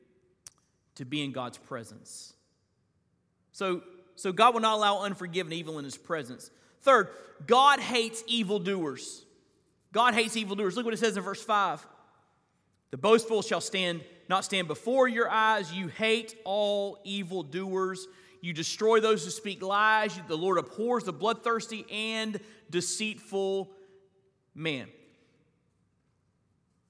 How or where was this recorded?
large echoing room